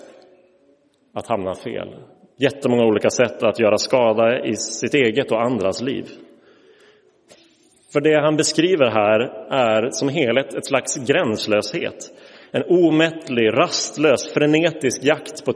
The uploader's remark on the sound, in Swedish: Inspelad i Roseniuskyrkan den 7 maj 2023.